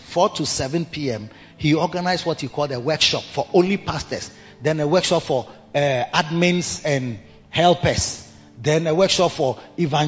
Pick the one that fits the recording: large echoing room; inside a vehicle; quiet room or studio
large echoing room